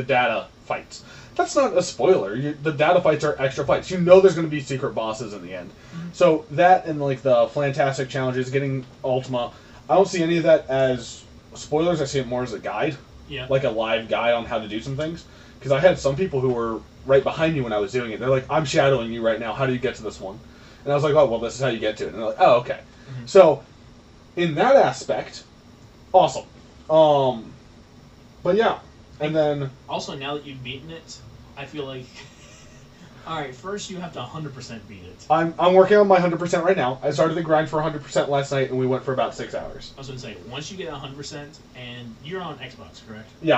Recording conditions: poor sound quality